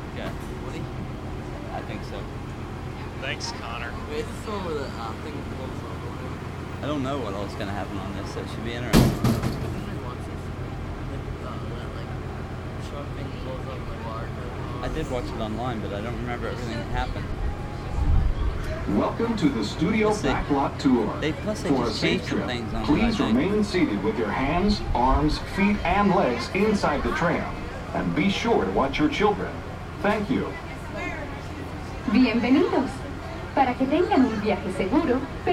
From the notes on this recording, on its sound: Live in Disney World. We add in some audio from the Disney Hollywood Studios Backlot Tour just recorded a couple days ago.